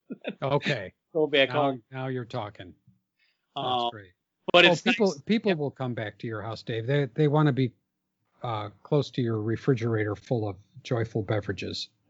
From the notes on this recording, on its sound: We do apologize for the poor audio quality. Covid is taking it's tech toll.